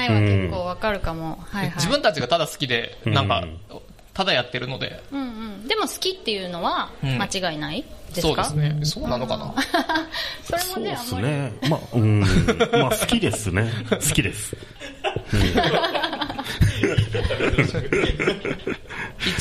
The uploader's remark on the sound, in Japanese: コルクラボ文化祭公開収録。